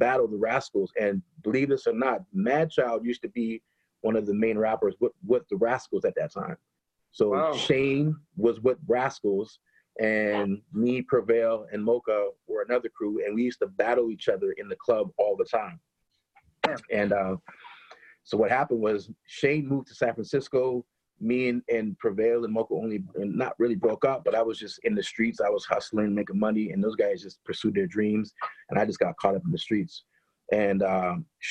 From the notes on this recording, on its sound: does a Zoom interview